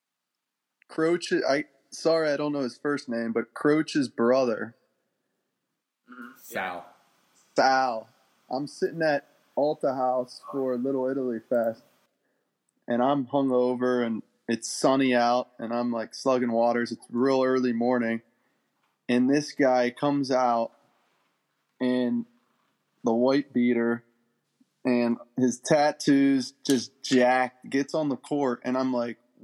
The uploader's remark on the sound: Unfortunately, we experienced minor technical issues on this episode.